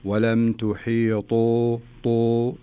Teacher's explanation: فما نقول ولم تحيطوا، تو شف قريبة بين الدال والتاء، لكن لما نقول ولم تحيطوا طو نملأ الفم بالحرف · Term: حروف الاستعلاء